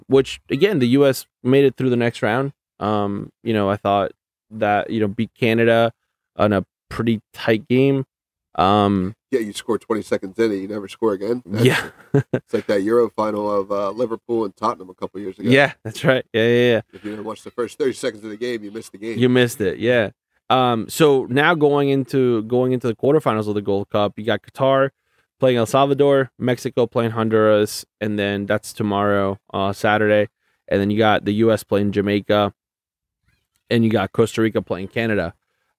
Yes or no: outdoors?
yes